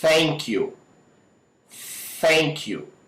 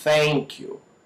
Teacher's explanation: Hoje a gente vai fazer uma, uma recapitulação na, na pronúncia do TH, né, a gente já viu numa aula né, anterior, a pronúncia do TH sem que as cordas vocais vibrem